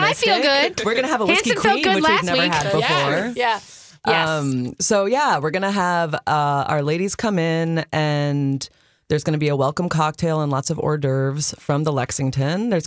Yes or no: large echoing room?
no